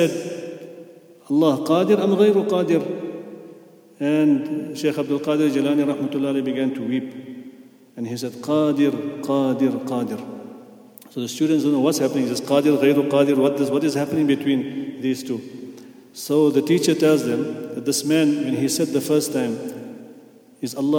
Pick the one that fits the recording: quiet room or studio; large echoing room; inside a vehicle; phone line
large echoing room